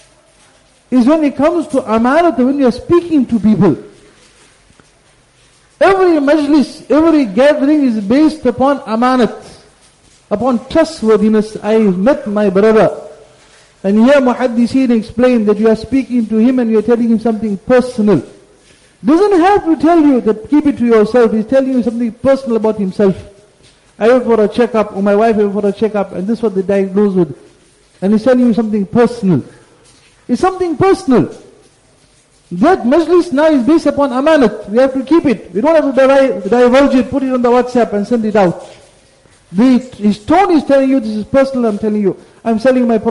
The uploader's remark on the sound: Jumuah Lecture